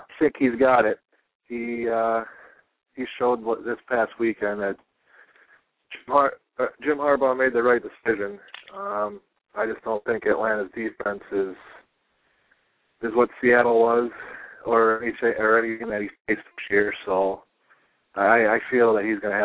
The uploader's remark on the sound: Your calls and comments.